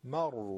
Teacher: حرف را در حالت ضمه و یا کشش واو مدی خودش تفخیم میشه